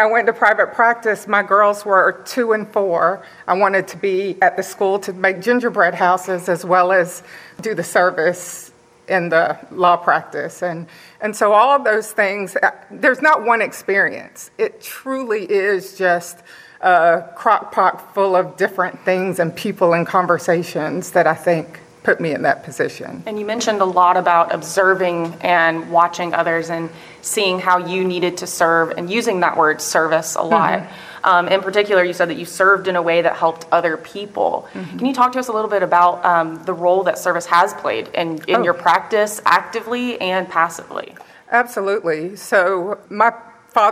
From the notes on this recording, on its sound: This episode is part one of a three-part recording at the 2023 Annual Meeting.